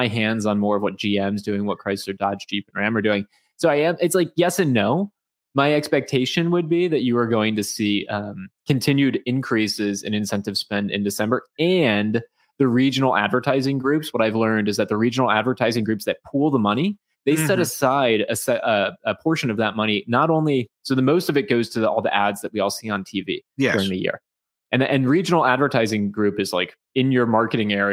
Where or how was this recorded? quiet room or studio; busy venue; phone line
quiet room or studio